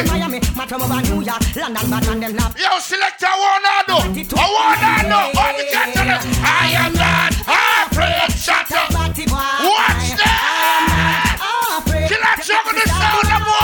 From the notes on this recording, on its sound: … LIVE AT S2 MAFIA BDAY PARTY 20TH MAY 2023